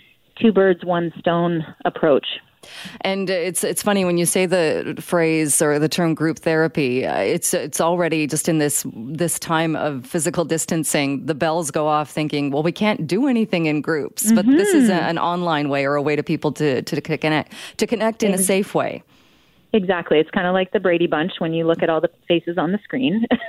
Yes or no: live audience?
no